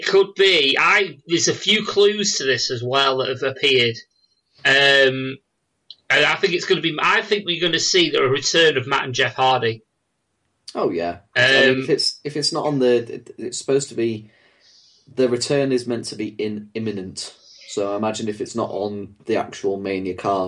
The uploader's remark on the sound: They gathered on Skype to record this episode. RAD is recorded "as live" and this show is no different!